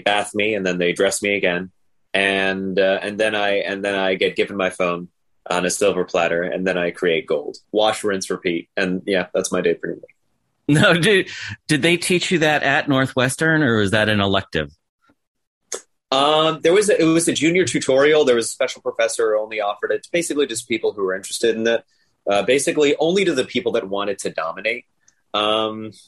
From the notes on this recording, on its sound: sat down with me over Zoom